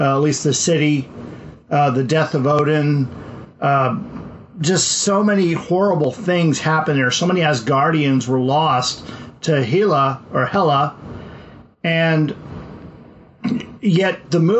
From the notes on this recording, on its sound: we had some technical problems during the recording, so the sound is not to our high standard